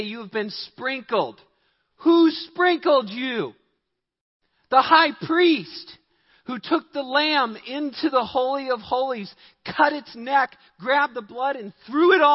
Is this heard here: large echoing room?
yes